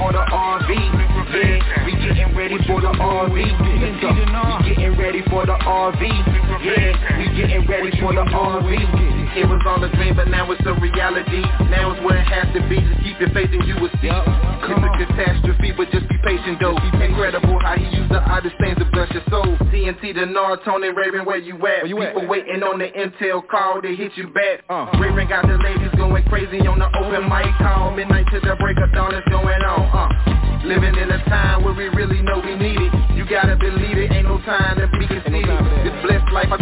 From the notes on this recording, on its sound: TNTSuperfantastic Conference Call.